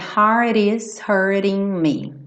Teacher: a pegadinha dessa frase são os dois T's reduzidos para rarara